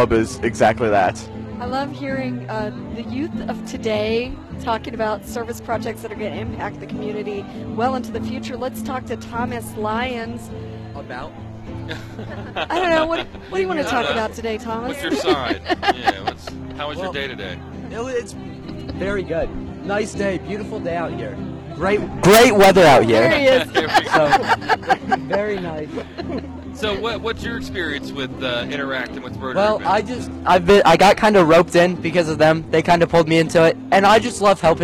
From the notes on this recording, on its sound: broadcasting live from War Memorial Park in Martinsburg for the annual Free Memorial Day Pancake Breakfast hosted by the Rotary of Martinsburg!